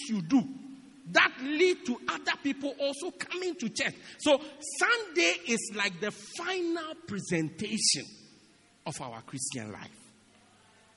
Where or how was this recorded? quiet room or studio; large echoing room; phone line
large echoing room